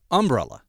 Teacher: I would stress the very first syllable